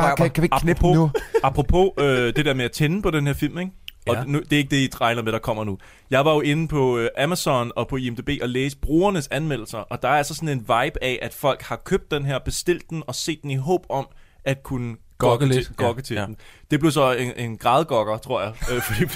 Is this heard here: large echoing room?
no